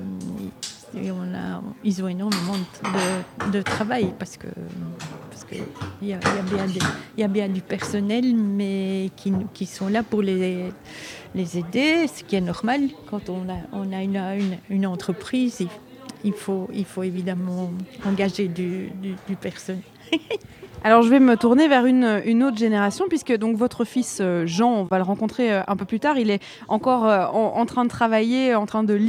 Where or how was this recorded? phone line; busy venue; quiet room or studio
busy venue